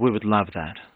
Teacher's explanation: You said that in a very breathy way.